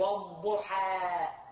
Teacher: تجيب التقليل بيكون بين الفتح والإمالة